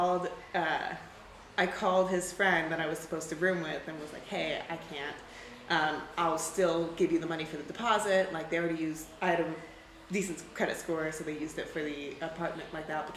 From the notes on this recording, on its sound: This episode was recorded in a noisy hostel common area, sorry for the background noise!